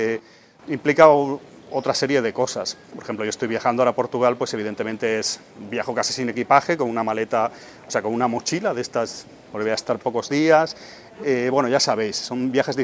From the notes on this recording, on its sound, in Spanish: En el aeropuerto. Grabé junto antes de coger un avión pero...